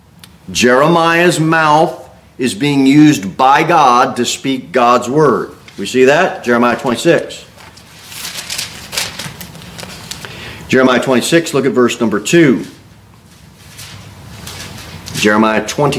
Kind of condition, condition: setting, large echoing room